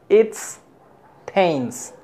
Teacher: Como si fuese la S, como si la S estuviese fusionada a it